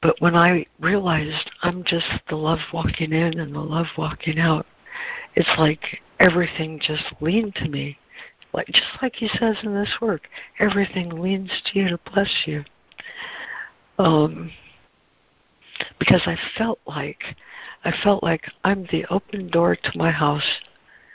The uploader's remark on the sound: ACIM Daily Conference Call.